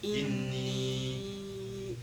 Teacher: 4-5 temps, parce qu'il y a le Hamza juste derrière. · Term: prolongation